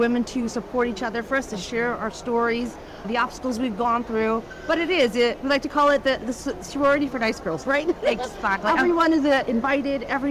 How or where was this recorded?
busy venue